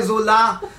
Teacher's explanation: Stimmhaftes S am Anfang, wie bei Solar.